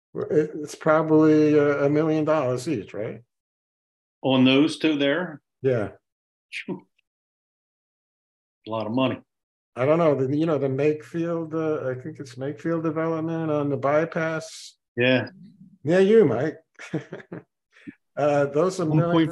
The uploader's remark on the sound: Participants at the 22 May 2023 Meet Mack Monday Zoom meeting